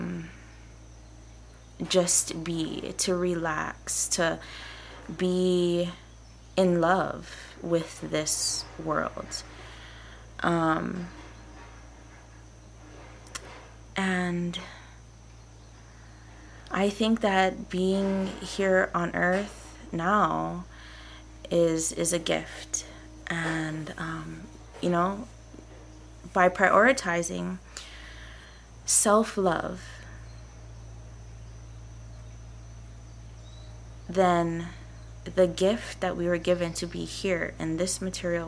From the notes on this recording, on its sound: Also, I have to apologize for the farm-like background noise.